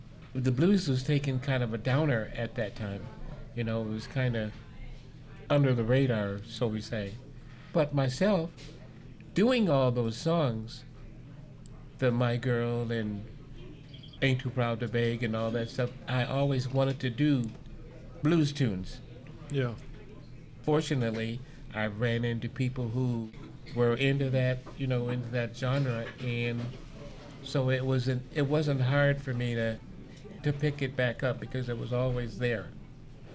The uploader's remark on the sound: This episode of Time Signatures was recorded live at Moriarty's in Lansing, Michigan.